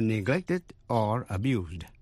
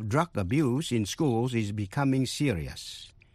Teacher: Vậy chữ abuse, động từ hay danh từ viết giống nhau, nhưng mà động từ abuse phát với âm Z, danh từ abuse phát với âm S